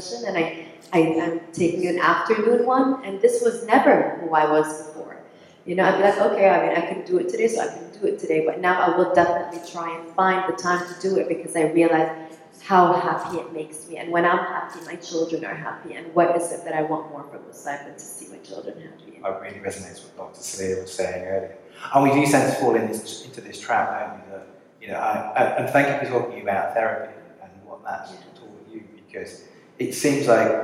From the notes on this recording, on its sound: Our conversation took place on stage at the Caring for Each Other event which was partnership between Viatris and Sesame Workshop – the makers of Sesame Street.